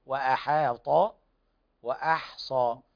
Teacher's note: لاحظ الحاء بعدها حرف مفخم، فمراعاة الحاء هنا بالترقيق